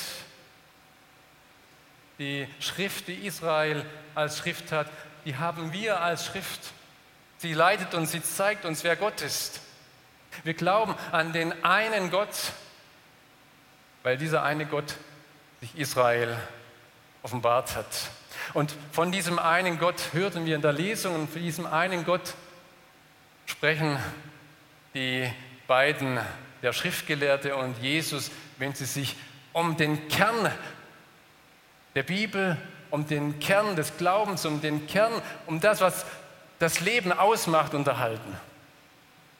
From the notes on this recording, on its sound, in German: aus dem Gottesdienst der Liebenzeller Mission